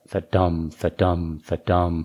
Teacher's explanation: And around the middle of the line in a sapphic, that begins to regulate back to what we would call iambic, which is that unstressed stress, unstressed stress